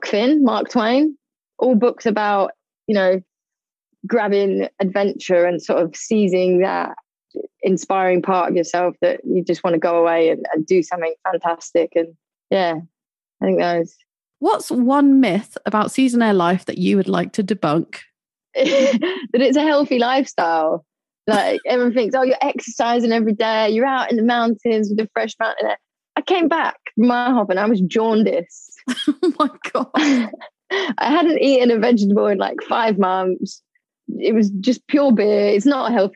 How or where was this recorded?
video call